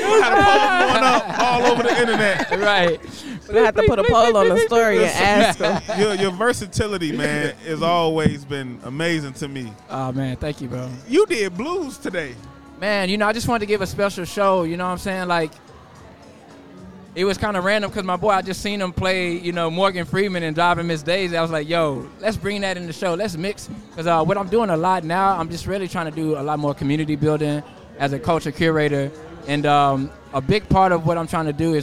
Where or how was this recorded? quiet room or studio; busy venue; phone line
busy venue